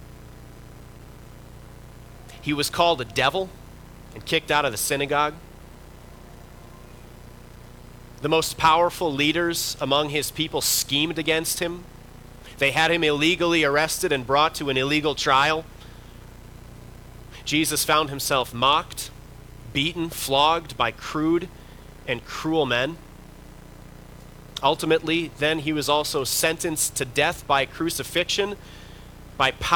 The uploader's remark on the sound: Bethany, Appleton, WI. Preached this sermon at Bethany's Saturday worship.